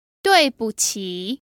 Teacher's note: However, since this word is said a lot, and usually quite quickly, the central character actually adopts a neutral tone, making it fourth, neutral, and third tones.